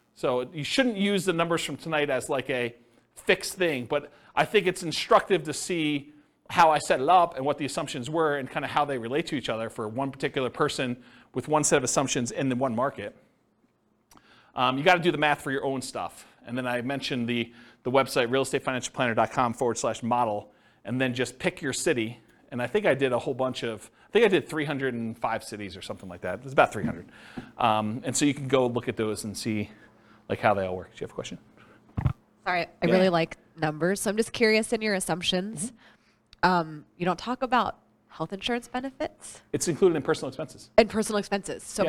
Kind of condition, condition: setting, live audience